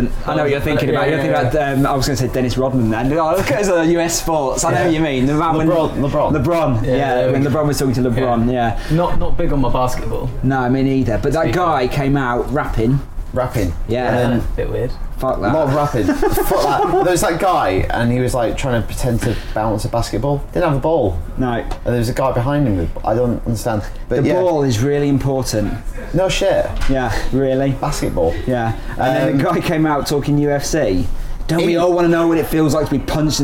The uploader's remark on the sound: Headed down to London's finest video game hangout, the Loading bar in Soho for a special live podcast. It's a little bit noisy, but you can make out most of what we're rambling on about.